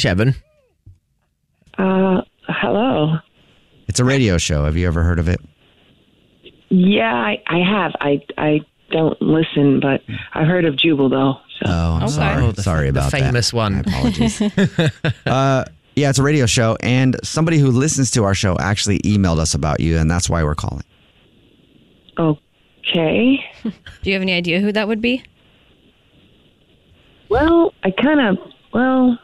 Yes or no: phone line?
yes